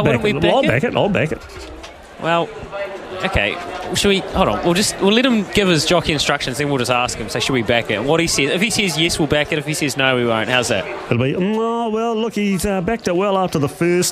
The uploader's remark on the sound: catches up with The Good Oil from Riccarton Park